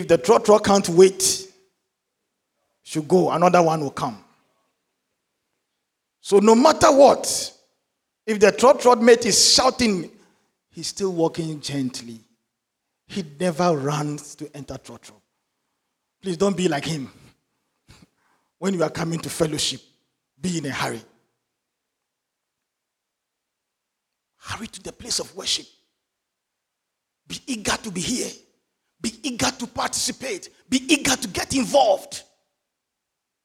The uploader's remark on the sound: Sermon preached at CBC Shiashie Campus